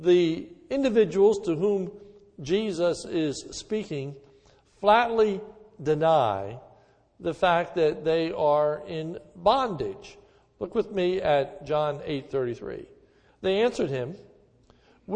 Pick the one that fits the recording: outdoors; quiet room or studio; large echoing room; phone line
large echoing room